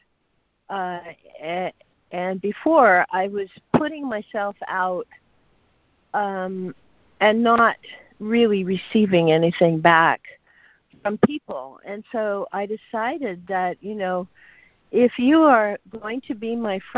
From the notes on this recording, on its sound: ACIM Daily Conference Call